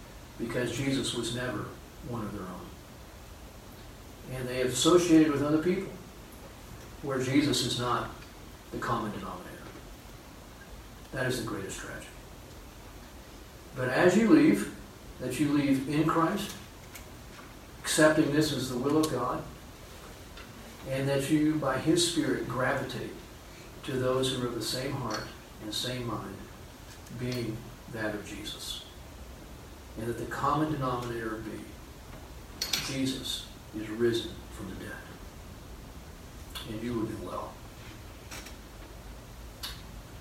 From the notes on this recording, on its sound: Unfortunately the main audio recording did not work so we had to use a back-up recording.